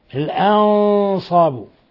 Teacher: تفخيم الغنة لأنه جاء بعد النون حرف إطباق وحرف استعلاء اللي هو الصاد